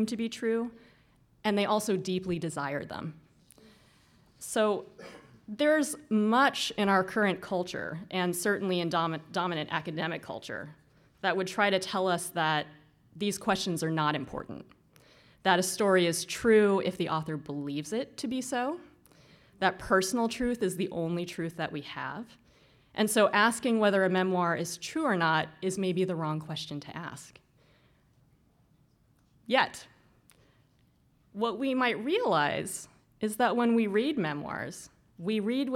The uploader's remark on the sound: This lecture was held as the 8th annual O’Donovan Humanities Lecture.